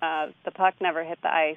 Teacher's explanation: He very, very clearly says duh. The puck instead of the. The puck. Very common pronunciation in Chicago and in a lot of parts of the country.